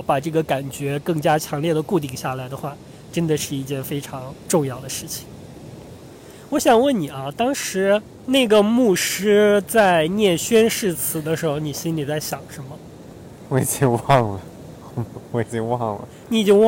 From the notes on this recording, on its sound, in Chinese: 这期节目是在夏威夷的海边录制的，所以声音有一些嘈杂，先跟大家说声抱歉啦。